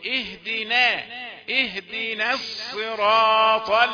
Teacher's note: اهدنا الصراط، الخطأ أن النون فخمت لأنها اهدنا، اهدنا نون مرققة لا تفخم بأي حال، فالصاد أثرت عليها بتفخيمها فجاءت نون مفخمة.